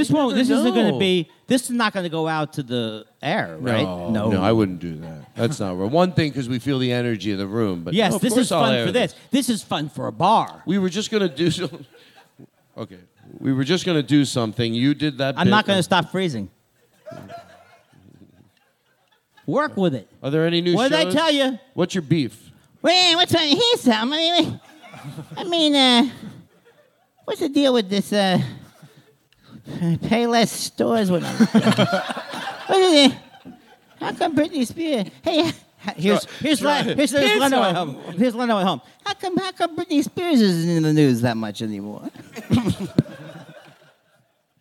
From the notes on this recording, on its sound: This episode is LIVE from JFL NorthWest